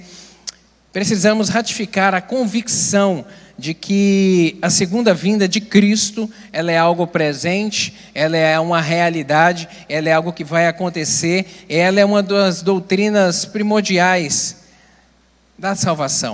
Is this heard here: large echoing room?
yes